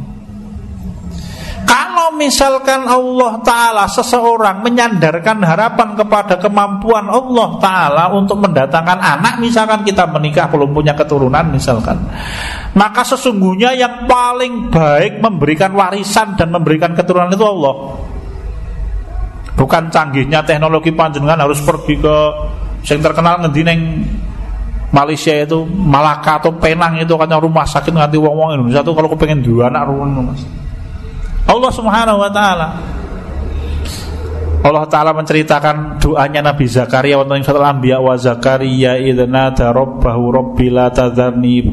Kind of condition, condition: setting, large echoing room